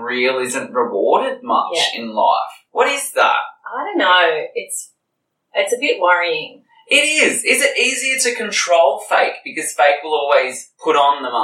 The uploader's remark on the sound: Apologies for the sound quality on this one guys, we recorded the ep in a hotel in Sydney and had a major technical fail, having to use the video sound as a backup instead.